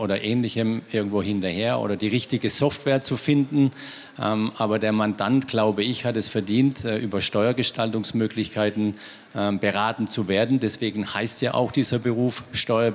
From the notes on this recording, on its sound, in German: Außerdem nahm er an einer Podiumsdiskussion teil, die dieses Thema weiter vertiefte. Aus diesem Anlass stellen wir hier einen Mitschnitt dieser Diskussion zur Verfügung.